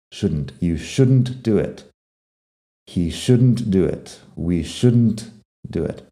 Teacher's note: shouldn't directamente de la D a la N a la T